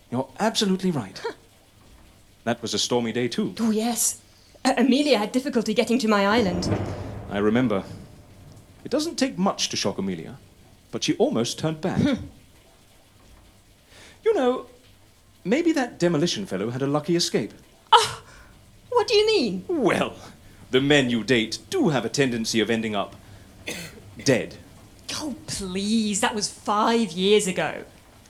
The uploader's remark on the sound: LIVE SHOW. The episode was recorded live at PodUK 2020 at Milliennium Point in Birmingham.